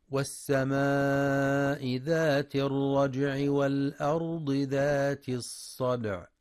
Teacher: ينتبه القارئ للمد المتصل ولقلقلة الجيم الساكنة في الرجع مع بيان كسر العين عند الوصل أو سكونها عند الوقف مع بيان صفة التوسط فيها، وينتبه لتفخيم الراء والضاد في الأرض ولقلقلة الدال الساكنة في الصدع مع ترقيقها وبيان صفة التوسط في العين عند الوقف.